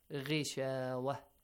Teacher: غين is a heavy letter, but because it has a kasra sound, so light. It has to be lightly pronounced.